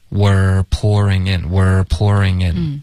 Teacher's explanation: Were 的这个持续稍微长一点，然后卷舌